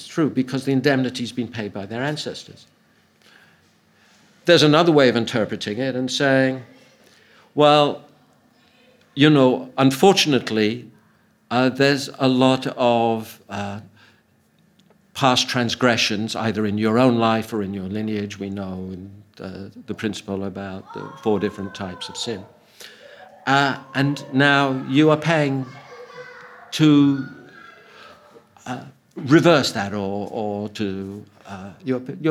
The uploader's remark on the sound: Audio from a sermon in Hatch End